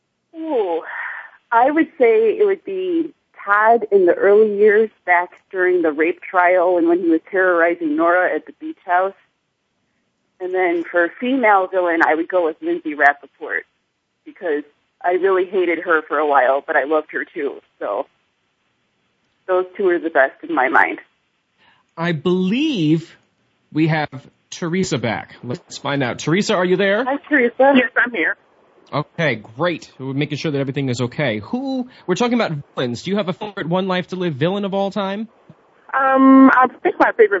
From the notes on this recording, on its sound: Soap Central Live opens the phone lines to fans